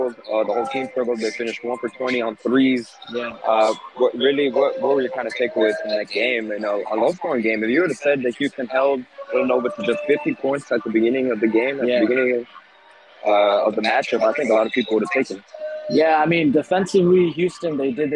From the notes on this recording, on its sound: Live on-site from The Dakota East Side Ice House in San Antonio. Postgame show.